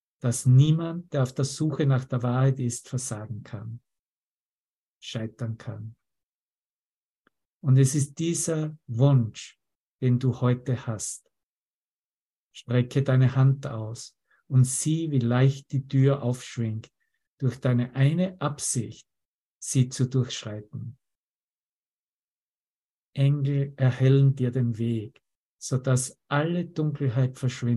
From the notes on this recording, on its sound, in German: Zoom-Session. Veranstaltet von der Aleph Akademie.